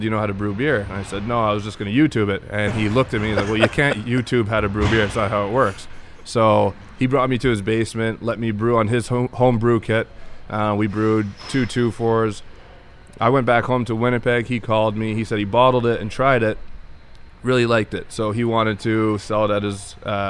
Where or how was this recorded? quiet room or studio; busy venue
busy venue